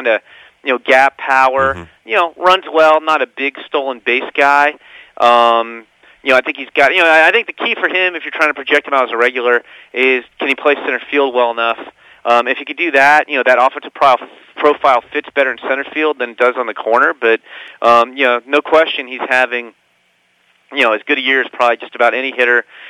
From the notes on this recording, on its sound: Pre-recorded interview. On the phone at 10:25.